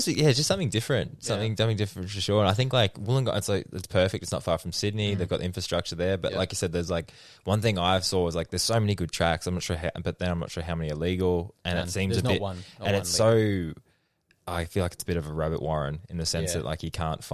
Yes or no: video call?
no